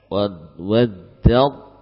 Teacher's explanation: huruf ta betul-betul sudah hilang · Term: idgham al-mutajanisain